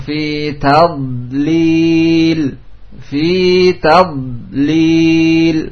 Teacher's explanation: Tad, memanjang. Tadlil, jangan dipantulkan karena bukan huruf qaqalah. Fi tadlil. Nidha bukan dal ya, sehingga di imtidad, istitalah, memanjang getarannya.